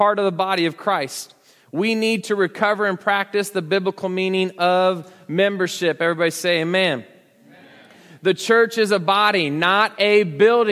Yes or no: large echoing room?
yes